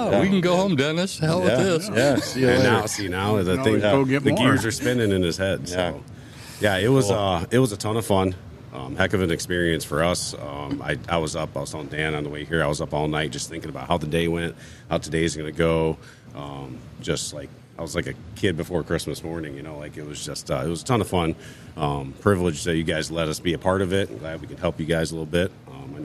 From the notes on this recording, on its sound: We are Live at the Ultimate Fishing Show in Novi, MI at the suburban collection showplace.